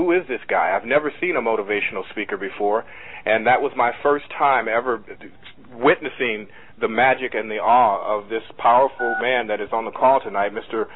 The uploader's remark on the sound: teleconference phone conversation